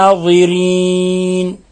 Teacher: نقرأها فاقع لونها تسر الناظرين والنون هنا حرف غن مشدد أن لابد من إطباق اللسان طرف اللسان مع أصول الثنايا العليا